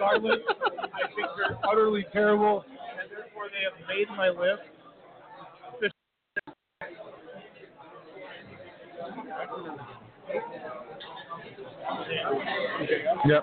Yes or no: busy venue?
yes